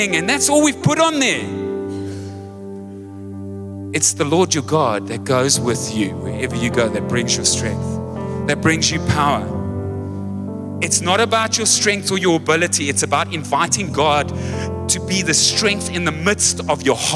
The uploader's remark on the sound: Recorded live on Sunday the 1st October 2023